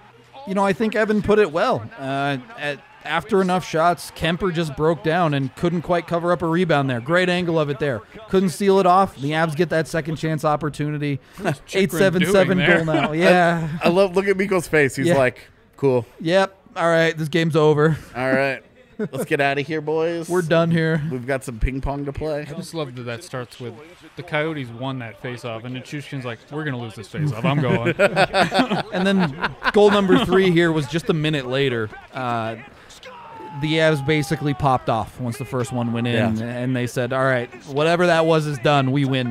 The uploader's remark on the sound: a live post-game show from the DNVR Bar